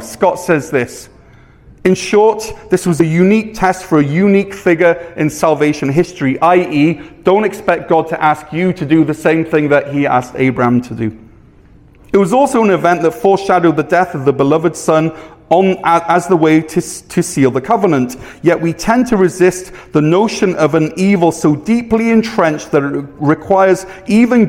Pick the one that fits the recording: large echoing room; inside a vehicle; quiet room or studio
large echoing room